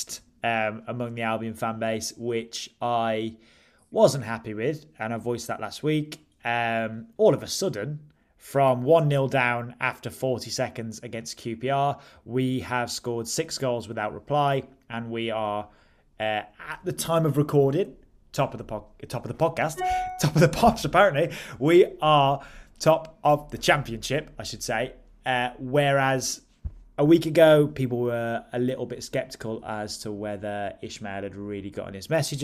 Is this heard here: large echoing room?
no